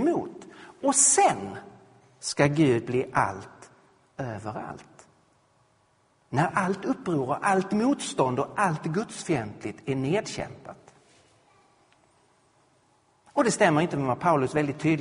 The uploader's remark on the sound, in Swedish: Inspelad vid Credoakademins f&#246;rel&#228;sningsserie &quot;Till den kristna trons f&#246;rsvar&quot; i Betlehemskyrkan i Stockholm